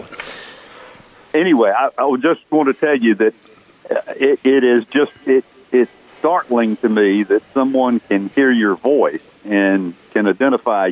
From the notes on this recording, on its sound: broadcasting live from Logan's Trading Company